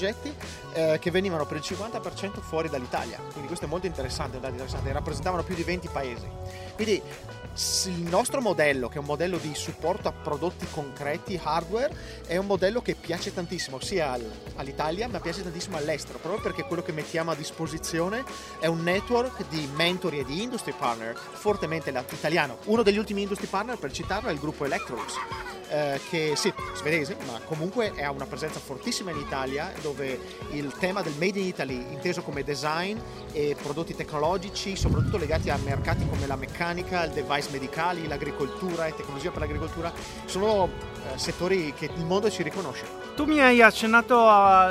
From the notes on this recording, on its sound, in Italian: Sempre in diretta per la speciale occasione dal Festival dell'Economia 2014.